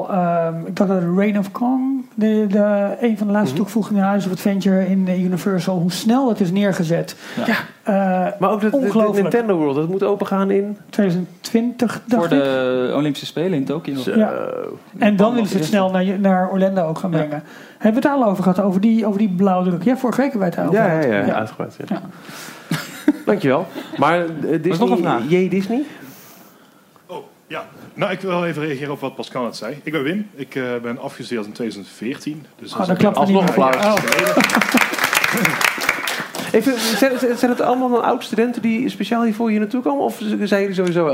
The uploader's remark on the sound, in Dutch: D-Tales On Tour, live vanaf NHTV, opleiding Attractions and Themepark Management.